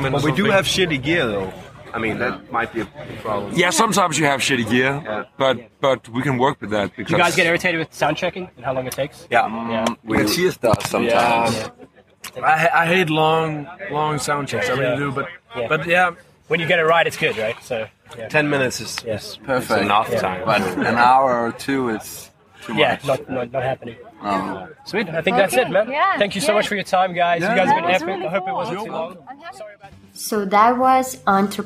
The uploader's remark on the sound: Comes to you straight from our time at the Devilstone festival in Lithuania. The crazy drunk polish dudes who stopped by halfway through the interview.